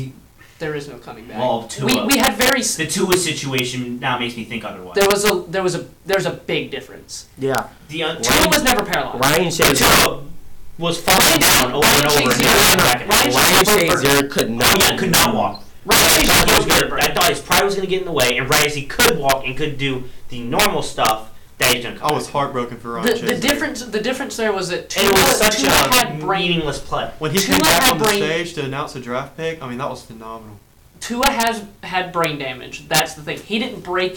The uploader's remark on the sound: AUDIO WARNING